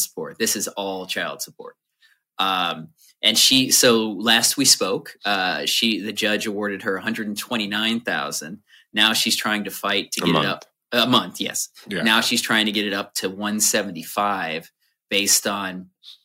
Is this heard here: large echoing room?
no